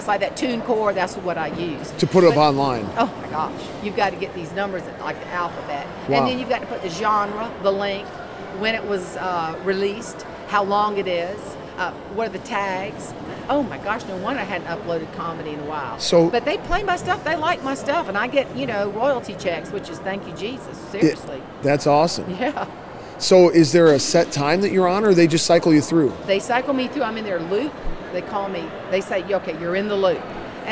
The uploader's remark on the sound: LIVE From CPE 2022!